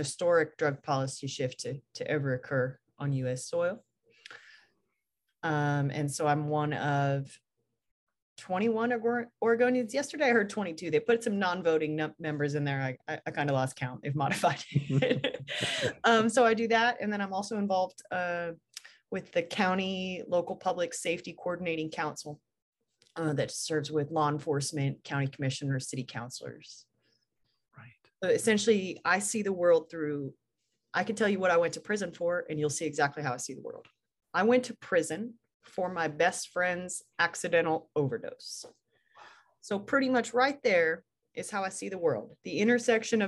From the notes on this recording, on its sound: Recorded 2.4.2022 from Raleigh, NC & Portland, OR on Zoom